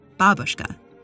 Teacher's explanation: Also note that, while in English we put the stress on the second syllable, babushka, in the original Russian, the stress is on the first syllable